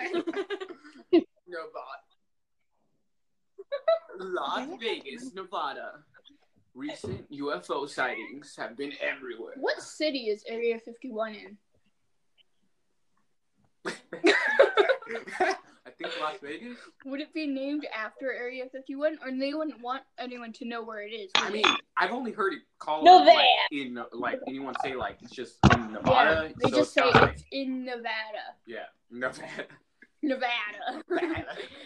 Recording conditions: poor sound quality